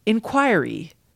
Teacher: in American English, the most common pronunciation is with the stress on the second syllable, inquiry. I've never heard anyone say that.